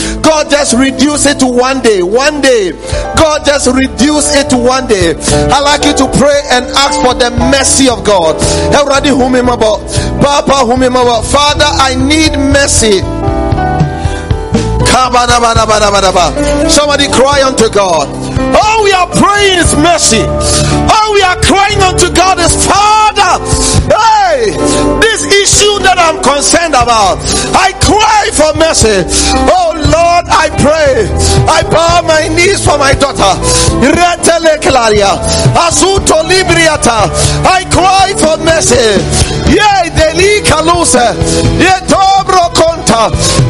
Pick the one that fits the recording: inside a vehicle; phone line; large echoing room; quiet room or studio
large echoing room